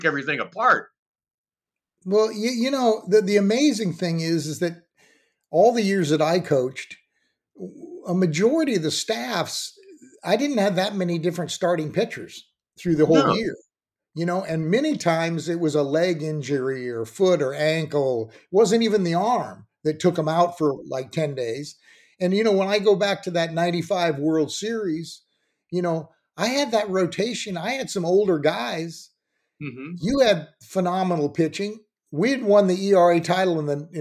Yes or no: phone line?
no